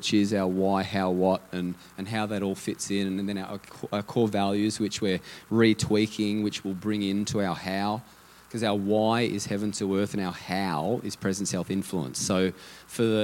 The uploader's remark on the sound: Theme Sunday. LIVE at Echo Church.